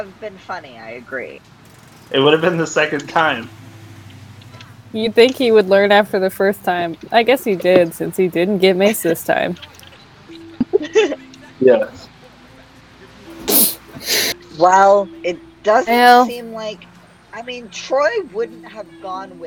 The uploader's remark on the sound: T he audio in this one is pretty rough, bit it's definitely still listenable--just expect some not so pretty sounds. Doesn't have access to a good private recording space, so you're getting a lot of background noise. We also just have some glitches in the recording, as at this point we've yet to move over to doing sessions on zoom (you'll see a big improvement at that point and we won't get any dropped words or total cut-outs).